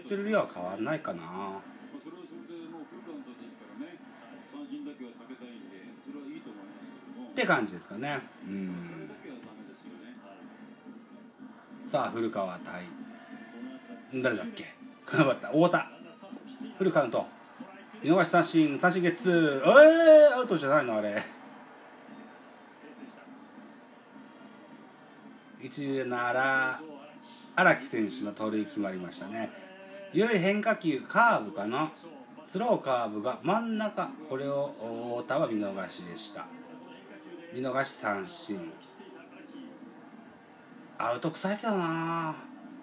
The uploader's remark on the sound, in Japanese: 神宮球場。IPad収録版。